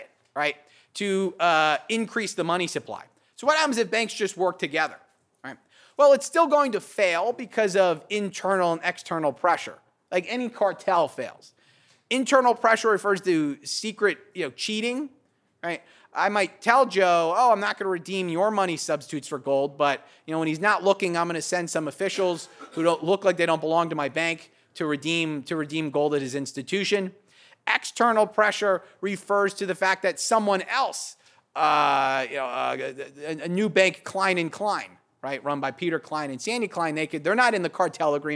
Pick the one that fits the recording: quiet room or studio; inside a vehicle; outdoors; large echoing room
large echoing room